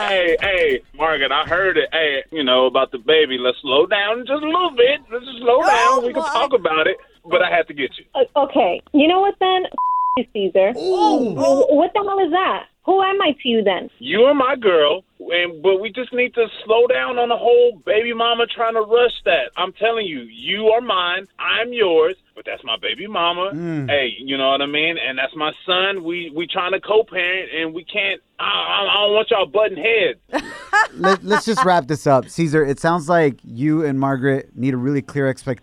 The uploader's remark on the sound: we opened up the phone lines